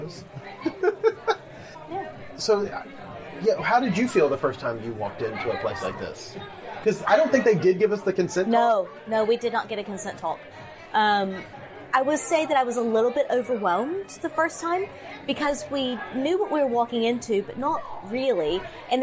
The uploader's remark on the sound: Live at Between Friends Wine Bar. Visit Between Friends Wine Bar in Melbourne and record a live podcast!